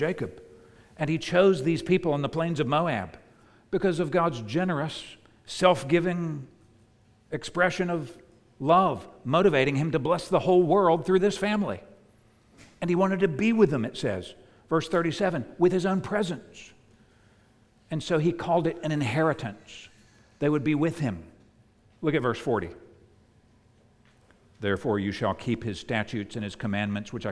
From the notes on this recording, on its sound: preached at the United Christian Church of Dubai